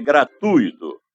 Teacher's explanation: A sílaba tônica recai no U e não no I, e não leva acento gráfico. · Term: U tônico